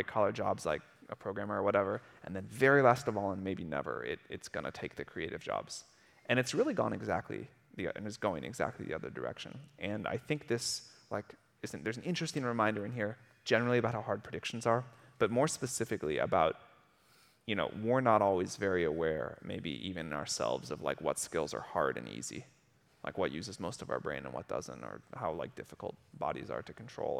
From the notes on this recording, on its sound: recorded during Greylock's Intelligent Future summit in August 2022